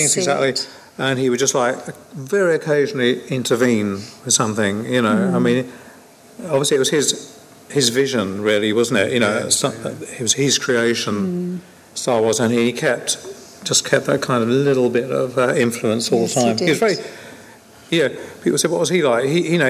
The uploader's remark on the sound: Hosting this Q&A panel at this years Scifi Wales event. Sit in front of an audience and chat.